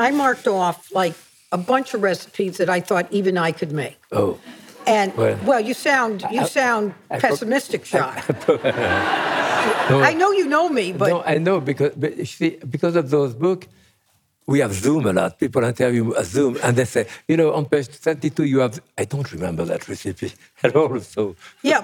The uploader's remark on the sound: Sit down in front of a live audience in Madison, CT.